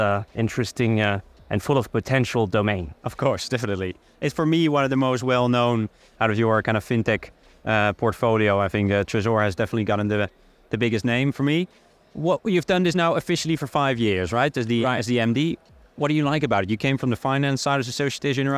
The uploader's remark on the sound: special podcast episode recorded at Web Summit 2023